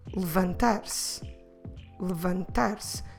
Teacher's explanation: go from the L sound to the V sound with nothing in the middle. No vowel sound in the middle is necessary because it's an unstressed E, or in Portuguese, E.